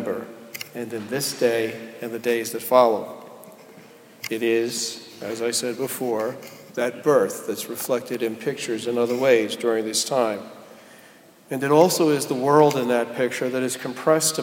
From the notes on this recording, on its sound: Delivered at Jan Hus Presbyterian Church and Neighborhood House